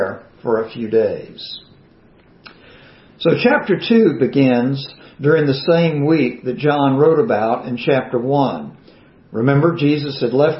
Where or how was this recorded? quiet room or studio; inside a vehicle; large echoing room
large echoing room